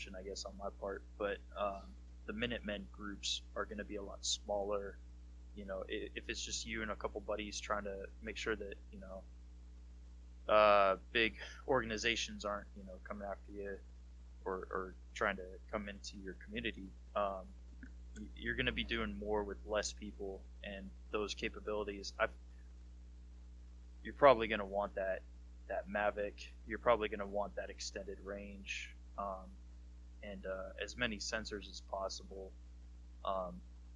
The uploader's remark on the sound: We do apologize in advance if our audio is a bit off this episode.